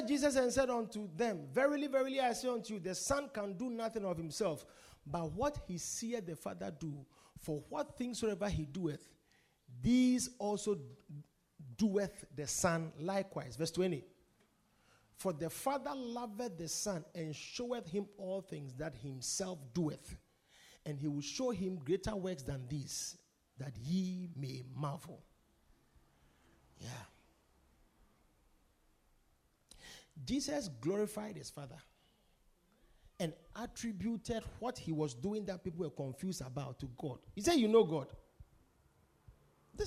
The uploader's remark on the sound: Preached at The Victory Secrets Service.